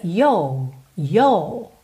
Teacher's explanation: Já no inglês britânico, a gente meio que alonga aquele O e fica yo, yo, ok? Você não tem a enroladinha do R.